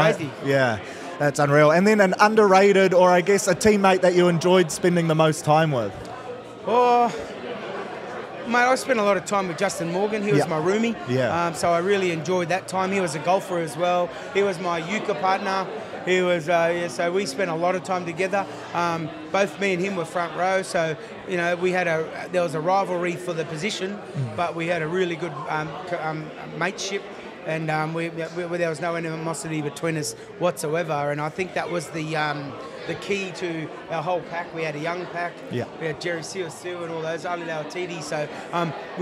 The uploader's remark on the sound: Live from the Lord Alfred on Caxton Street in Brisbane